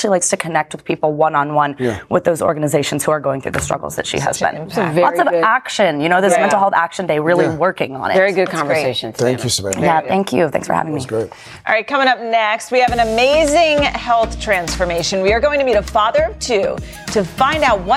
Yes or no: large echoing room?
no